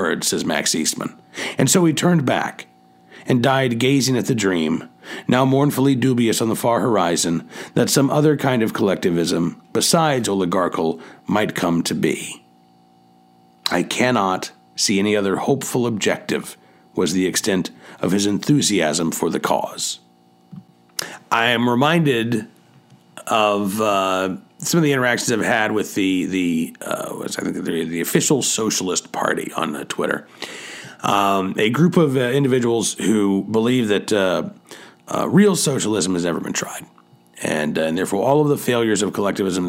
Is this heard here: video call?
no